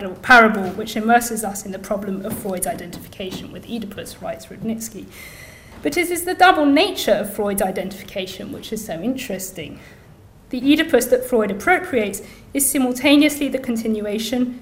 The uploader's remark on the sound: Inaugural Lecture